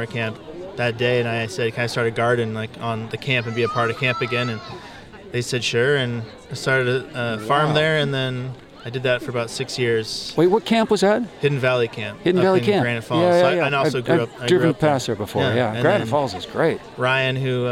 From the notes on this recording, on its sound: Was broadcast LIVE on SPACE 101.1 FM. The Wallingford Local airs LIVE from the Wallingford Farmer's Market.